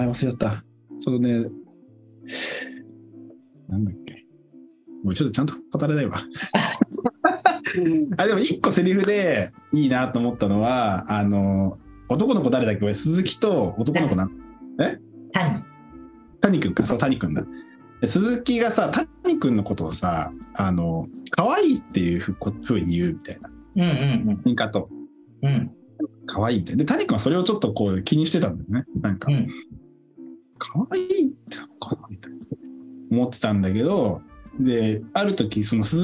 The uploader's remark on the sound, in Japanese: リモート収録した雑談回